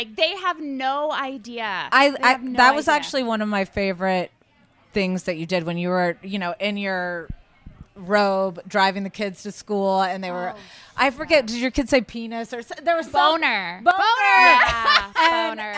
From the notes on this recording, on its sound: live from BravoCon